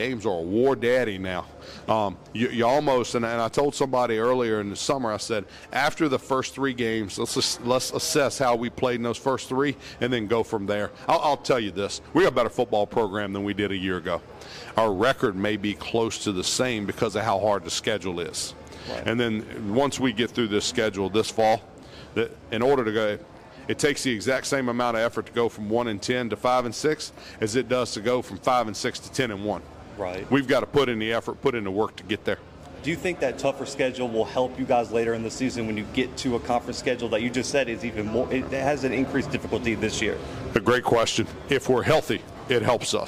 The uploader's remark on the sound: The Bluebloods are live from United Athletic Conference Media Day in Arlington, Texas.